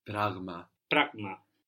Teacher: The word for thing is τράγμα. So there we have the G from the throat, like in εγώ.